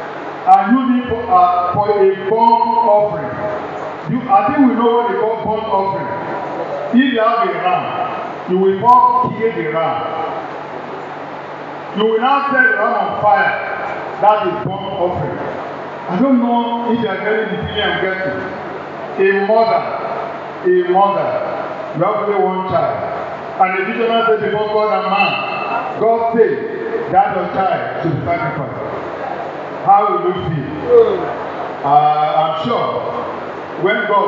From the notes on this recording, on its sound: Recording of Sunday sermon